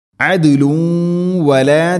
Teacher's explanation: ദാലിന് സുക്കൂൻ ഖൽഖല ചെയ്യണം, ശരിക്കും കേൾക്കണം